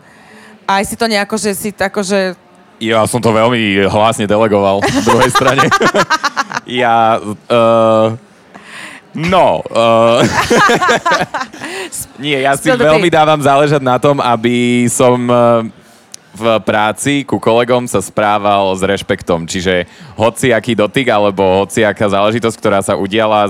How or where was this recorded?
busy venue